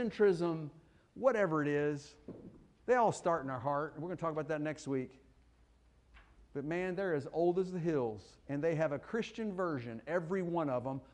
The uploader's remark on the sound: Fuquay-Varina church of Christ sermon audio